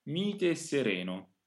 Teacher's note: It's possible to say only one single closed E, and then after that E there would be phrasal doubling, a slight double S. Through this we understand that there is another E there.